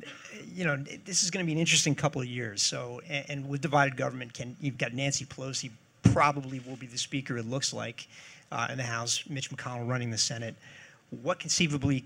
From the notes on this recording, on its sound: He spoke at a Roll Call Live Election Impact forum hosted by FiscalNote, CQ’s parent company.